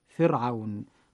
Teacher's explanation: فمثلا كلمة مثل كلمة فرعون نجد الراء ساكنة وقبلها كسر أصلي وهو حرف الفاء المكسور، وبعدها حرف ليس من حروف الاستعلاء وهو حرف الواو، فيجب ترقيق هذه الراء